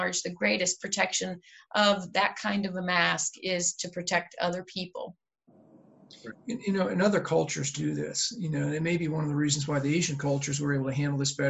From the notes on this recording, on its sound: COVID-19 Virtual Town Hall meeting - Healthcare.